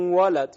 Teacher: ادغام نون در واو مولد که با غنه همراه است · Term: ادغام مع الغنه